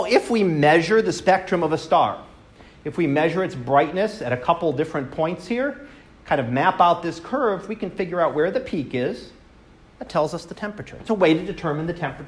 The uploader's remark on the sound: Live Class Lecture